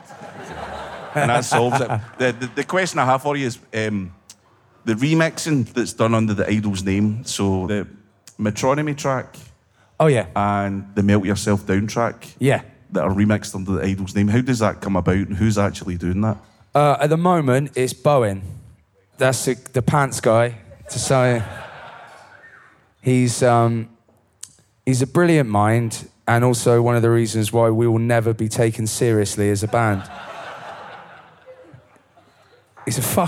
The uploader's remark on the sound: It was recorded in front of a live audience in Glasgow, just before the pandemic hit.